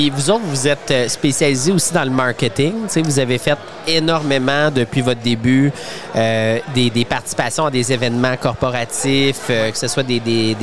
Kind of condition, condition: setting, busy venue